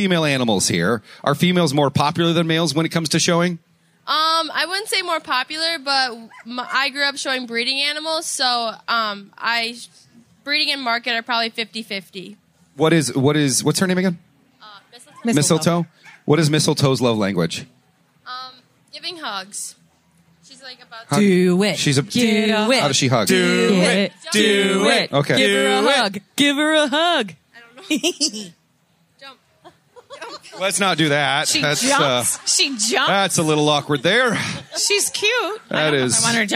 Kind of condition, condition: setting, busy venue